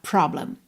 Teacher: Tem que enrolar o R, não tem jeito, tá?